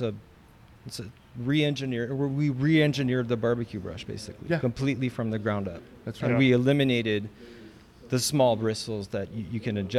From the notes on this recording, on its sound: In this episode we are on location at the 2024 NBBQA conference in San Antonio!